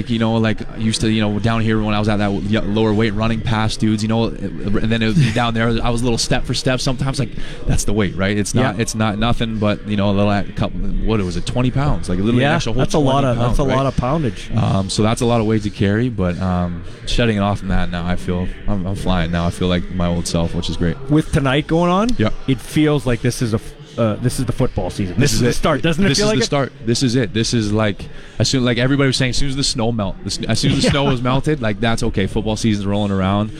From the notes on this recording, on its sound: LIVE from Harvard Studio 620 lounge at Mosaic Stadium!